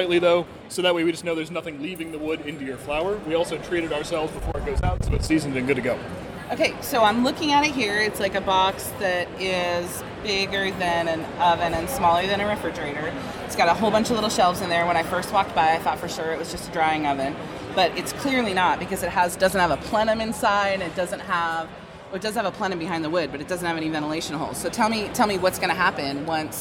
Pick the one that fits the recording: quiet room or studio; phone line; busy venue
busy venue